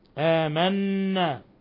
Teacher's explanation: آمنا وتكلمنا عن مد البدل أنه مقصور للجميع ما عدا ورش فله فيه 3 البدل القصر والتوسط والإشباع. ثم النون المشددة تغن مقدار حركتين.